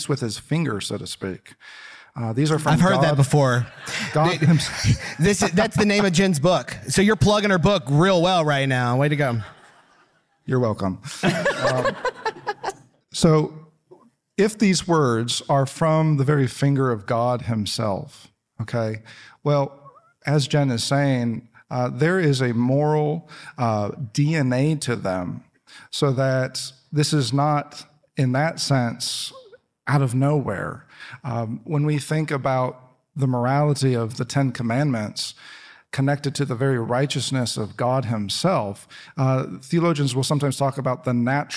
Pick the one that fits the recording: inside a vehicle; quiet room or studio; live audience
live audience